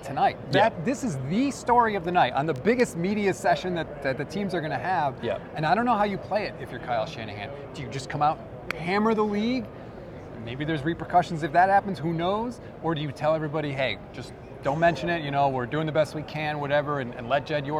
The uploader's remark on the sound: live from Radio Row in Las Vegas